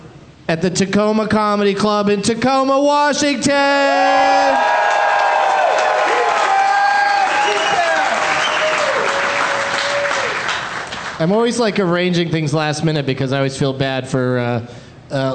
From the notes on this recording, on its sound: Live from the Tacoma Comedy Club